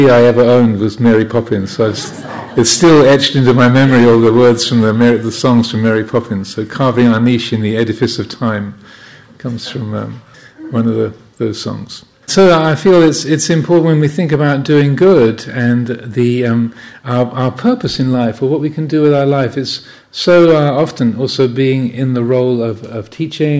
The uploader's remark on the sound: during the Kathina festival, at Chithurst Buddhist Monastery, UK.